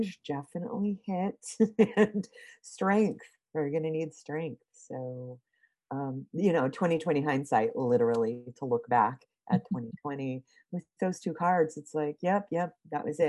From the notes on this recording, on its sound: got together on Zoom